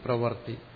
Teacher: വകാരത്തിനോട് ഋകാരം ചേർത്തിട്ടാണ്, സ്വരം ചേർത്ത് പ്രവൃത്തി വൃ എന്നാണ്. പക്ഷെ മലയാളത്തിൽ നമ്മൾ അറിയാതെ ഉച്ചരിക്കുന്നത് വകാരത്തിനോട് ശേഷം രേഫം ചേർത്തിട്ട് പ്രവർത്തി എന്നാണ്